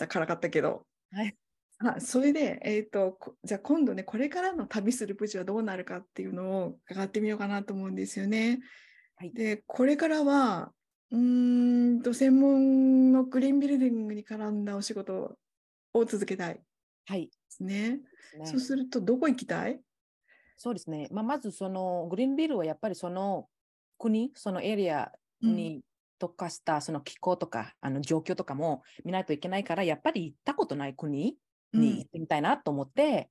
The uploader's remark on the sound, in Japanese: 収録場所： オンライン (Zoom)